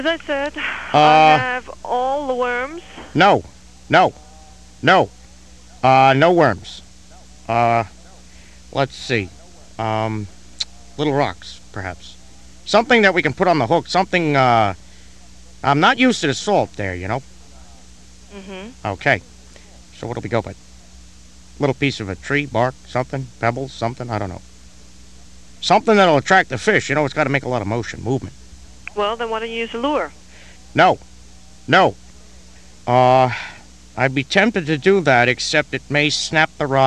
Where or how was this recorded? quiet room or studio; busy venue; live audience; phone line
phone line